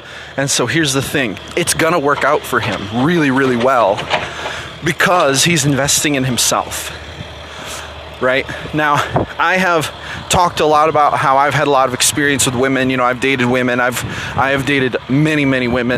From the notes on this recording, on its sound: The audio in this post is rough because I was out walking.